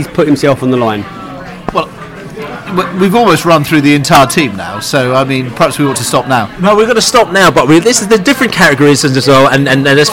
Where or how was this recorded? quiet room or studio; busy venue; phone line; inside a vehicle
busy venue